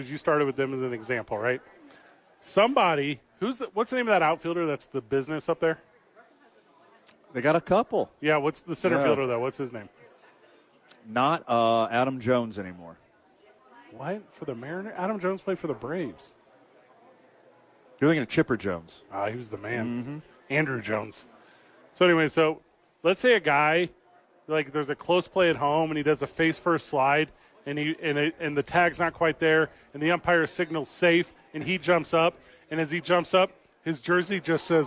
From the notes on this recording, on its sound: live from Sadies